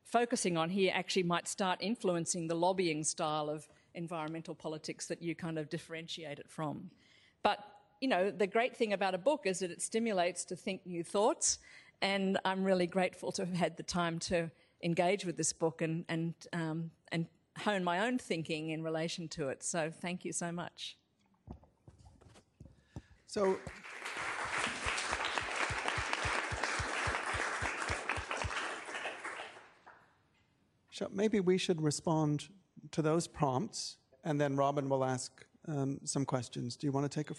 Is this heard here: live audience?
yes